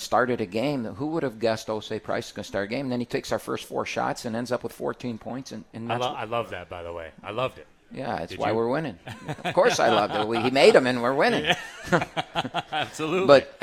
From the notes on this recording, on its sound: live from RJs Pub in Rochester Hills!